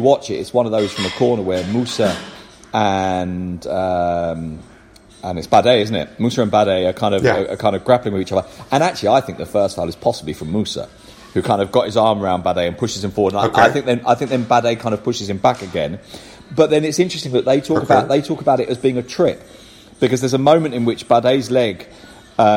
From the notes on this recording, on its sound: In Madrid. In Barcelona. Record in a hotel lobby this week, so there's a little bit of background noise.